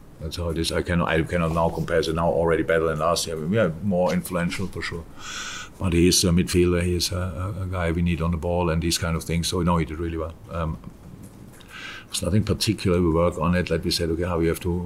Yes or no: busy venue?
yes